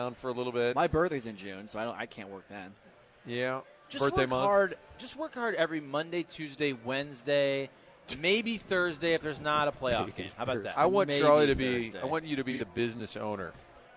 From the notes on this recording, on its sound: Broadcasting live from the Westport Social.